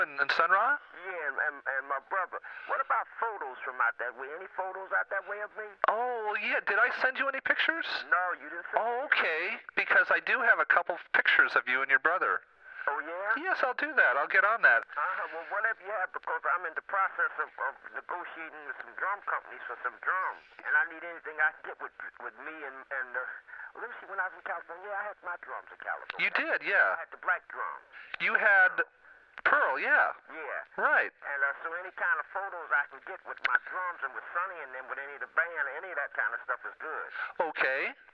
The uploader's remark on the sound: Phone call